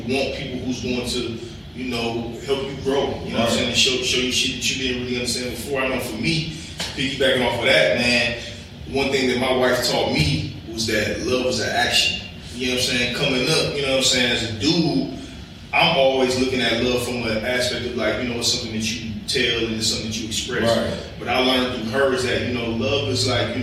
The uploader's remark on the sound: The audio was off on this one. Excuse our technical difficulties.